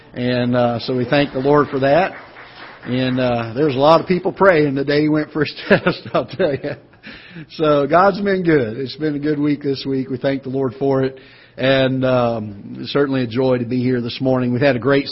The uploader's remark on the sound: Ketha Heights Baptist Church ~ Live Broadcast